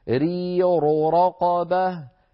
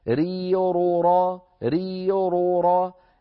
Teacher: ري هذه مرققة، رو مفخمة، را مفخمة